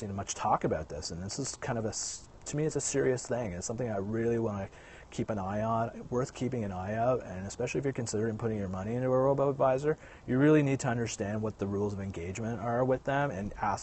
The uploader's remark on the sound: he's outside!